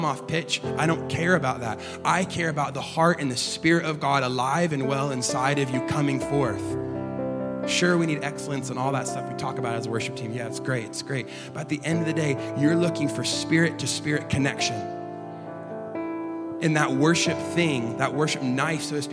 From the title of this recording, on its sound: LIVE at Echo Church